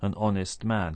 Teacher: honest begins with H, a consonant, but we don't pronounce it. We start with the vowel sound o, so we say an honest man.